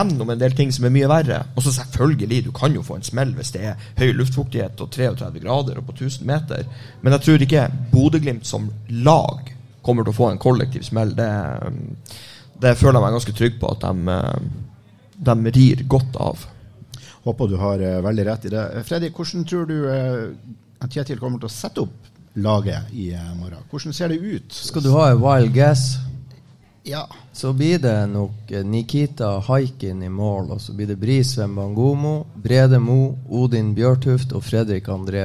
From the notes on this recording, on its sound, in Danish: Live fra Sportsbaren. Den fjerde Livepodden på Sportsbaren ble spilt inn onsdag kveld.